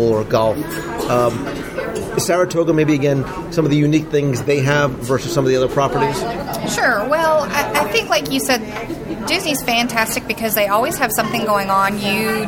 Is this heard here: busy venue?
yes